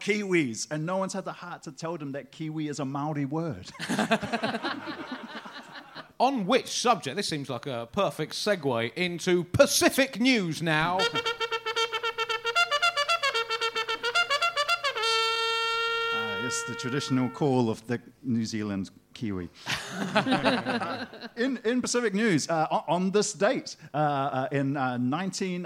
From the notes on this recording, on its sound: Recorded live at The Leicester Square Theatre.